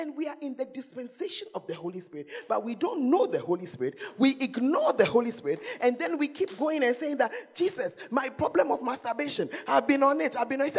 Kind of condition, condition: setting, large echoing room